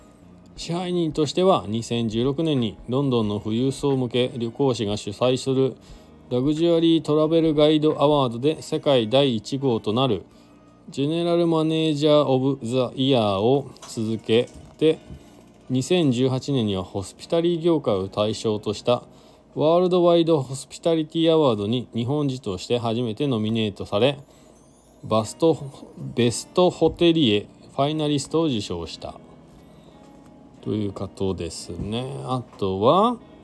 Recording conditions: inside a vehicle